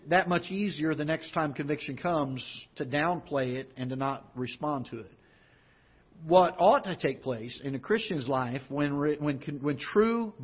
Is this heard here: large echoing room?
yes